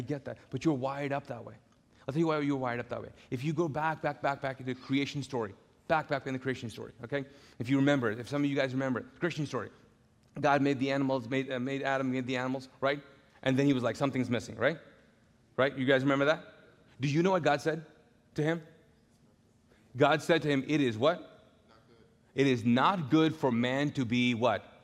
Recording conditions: large echoing room